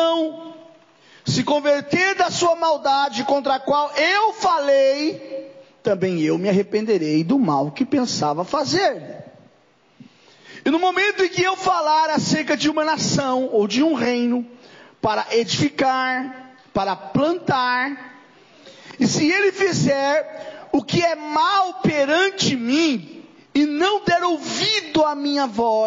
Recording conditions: large echoing room